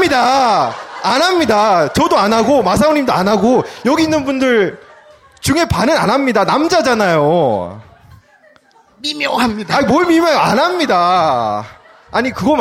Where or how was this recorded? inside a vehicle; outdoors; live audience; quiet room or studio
live audience